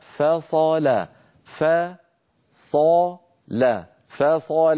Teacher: الفاء مرققة الصاد مفخمة اللام مرققة